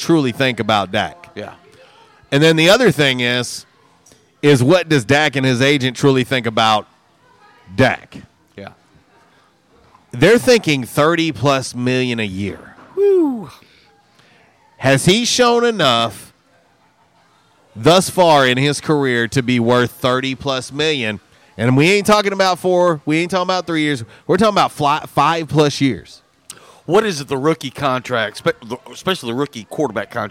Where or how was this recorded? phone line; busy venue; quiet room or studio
busy venue